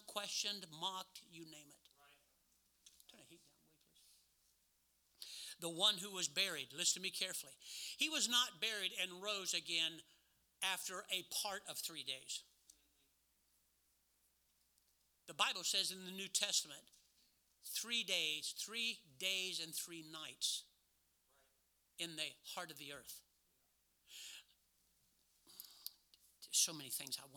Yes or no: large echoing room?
yes